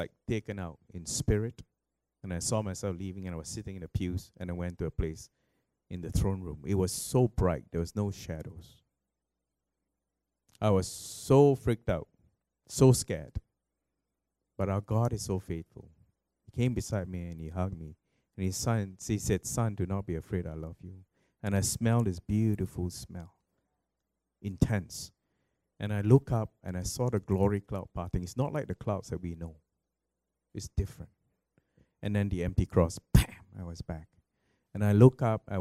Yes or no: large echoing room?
yes